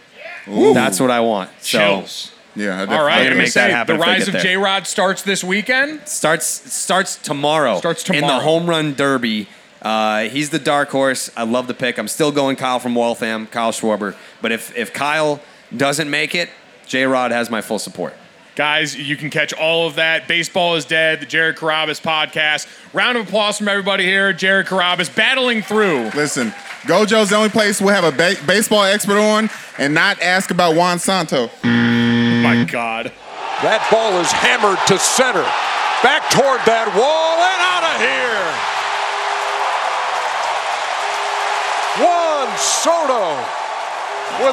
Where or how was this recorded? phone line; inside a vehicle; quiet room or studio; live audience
live audience